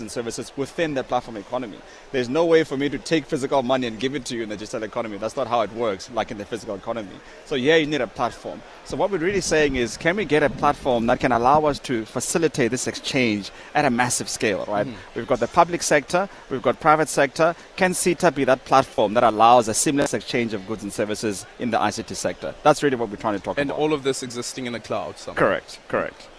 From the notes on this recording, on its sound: We are coming to you live from the Durban International Convention Centre where the State Information Technology Agency is hosting GovTech 2023.